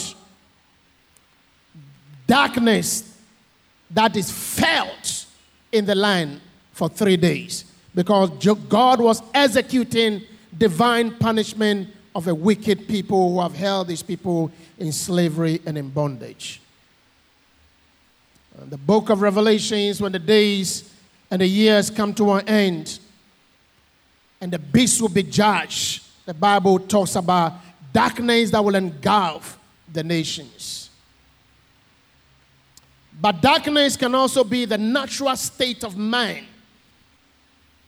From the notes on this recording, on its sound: Sermon preached at CBC Adabraka Campus